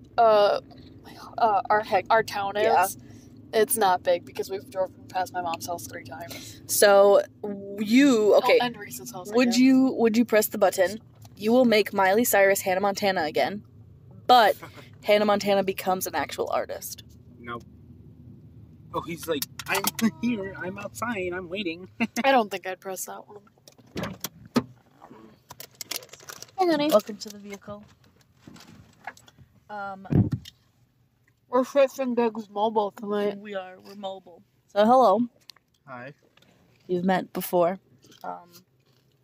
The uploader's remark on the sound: ON THE ROAD. After some technical difficulties, we're in the car!! We drive to some of the most interesting places in a town of 1,151 people.